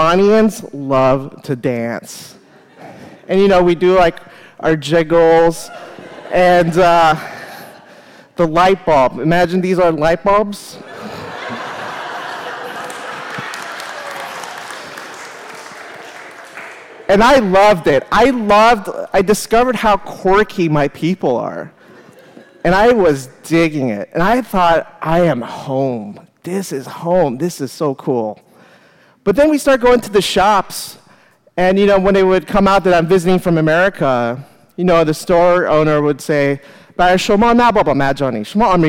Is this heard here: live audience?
yes